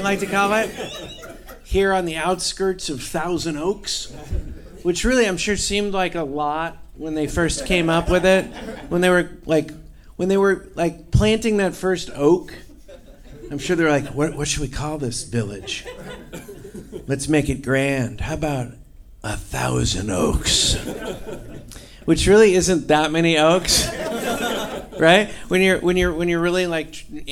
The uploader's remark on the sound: Live from Oxnard Levity Live.